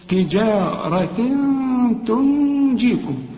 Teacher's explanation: هنا تنوين وبعده التاء، والتاء من حروف الإخفاء، هنا محتاجة غنة.